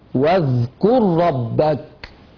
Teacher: إن إدغام الراء في الراء يتولد عنه تجديد، والتجديد يتولد عنه تكرير